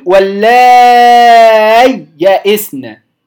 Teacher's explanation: هيبقى فيها شبه سكت، ليس بسكت، لكن عشان أظهر محتاج بعض الوقفة بسيطة كده بين الياءين